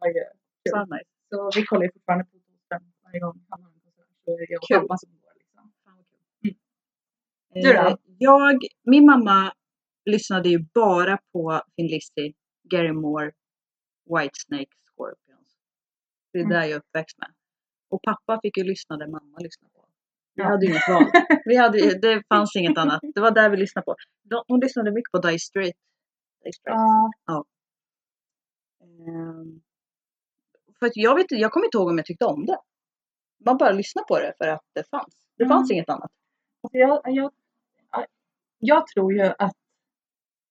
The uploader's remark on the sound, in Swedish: Svajig ljudkvalité.